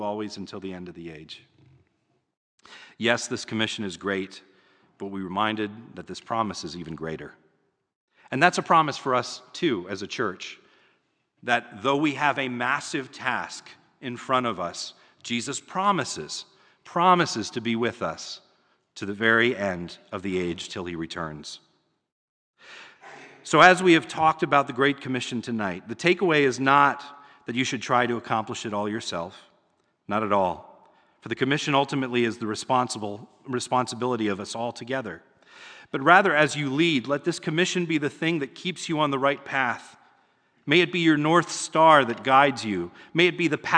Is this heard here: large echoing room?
yes